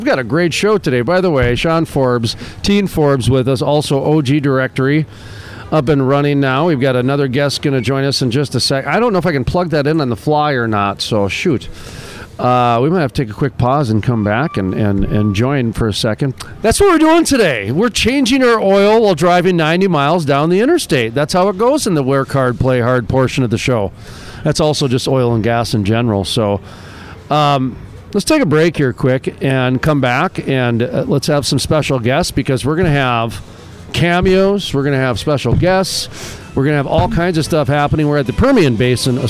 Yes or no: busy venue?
yes